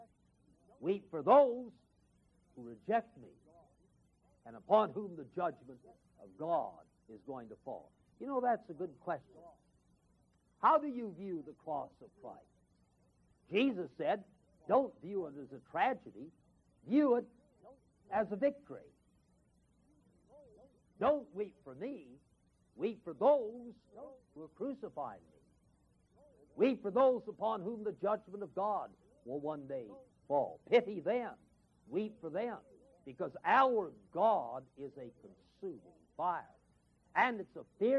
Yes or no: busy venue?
no